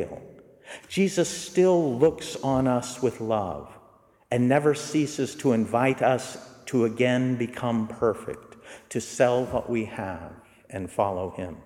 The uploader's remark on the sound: These are recorded live during our Holy Hours.